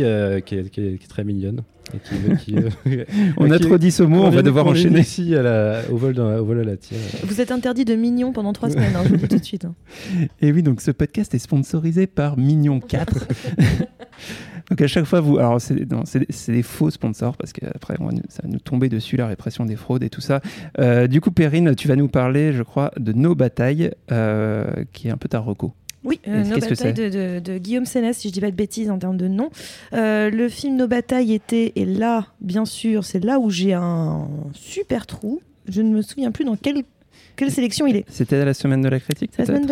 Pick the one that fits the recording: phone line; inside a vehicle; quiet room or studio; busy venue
busy venue